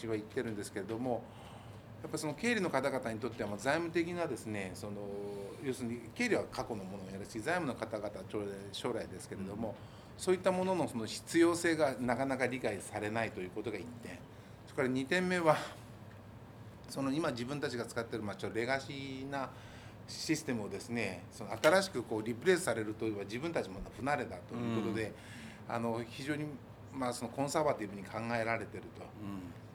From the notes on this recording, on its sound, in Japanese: ようは会ラジオ３周年記念 公開収録。